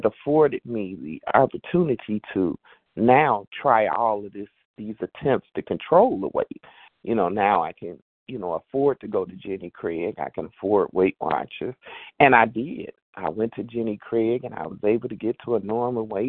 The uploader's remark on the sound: 100 Pounders Phone Meeting, 12/6/23.